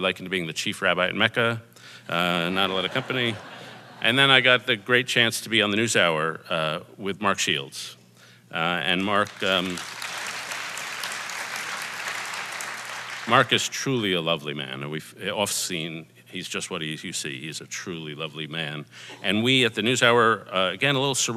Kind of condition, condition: setting, live audience